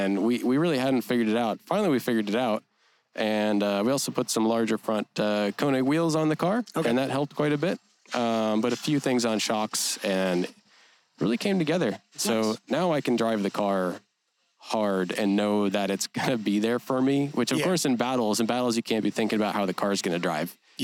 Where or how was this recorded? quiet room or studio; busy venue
busy venue